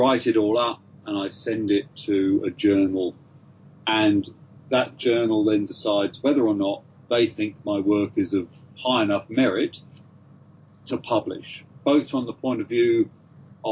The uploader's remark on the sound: A cozy fire-side (ok, skype) chat.